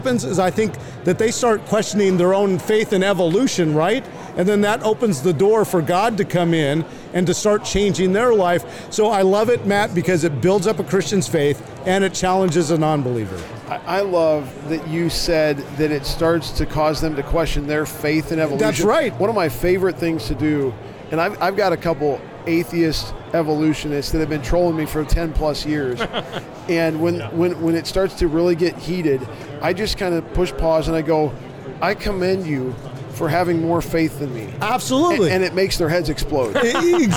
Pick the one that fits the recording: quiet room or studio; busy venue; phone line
busy venue